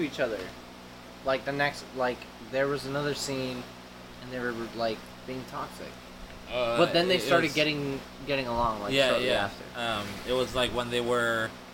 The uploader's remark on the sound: The only things louder than the coughs...are the wind noises and the train.